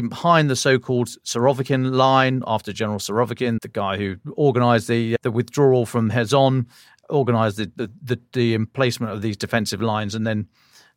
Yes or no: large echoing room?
no